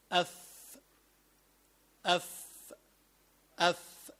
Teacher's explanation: مخرج الفاء هو بطن الشفة السفلى، يعني من جوا هيدا البطن من جوا إلى مع أطراف الثنايا العليا.